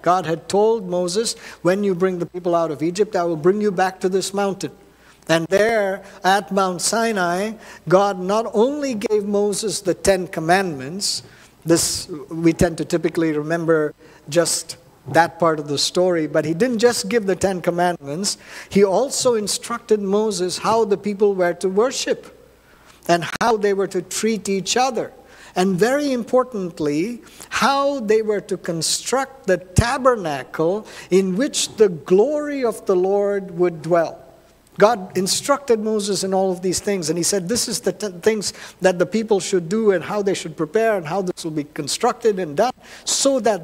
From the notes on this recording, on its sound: at New Life Fellowship Church, Concord, NC, on Sunday, May 7, 2023.